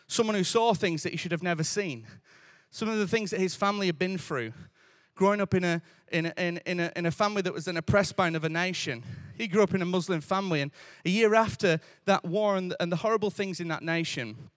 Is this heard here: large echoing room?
yes